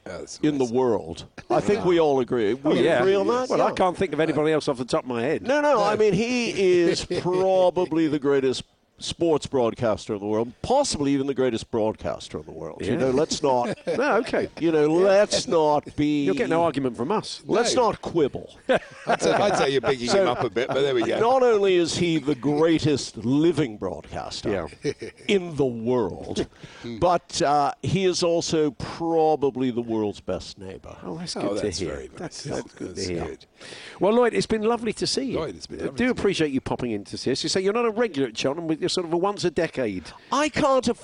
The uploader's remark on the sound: live from Cheltenham Festival for day 3 at the races!